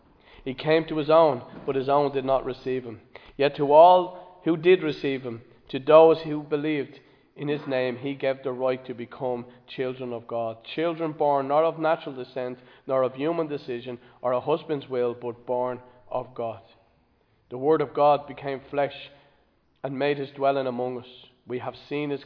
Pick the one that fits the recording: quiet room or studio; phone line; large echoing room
large echoing room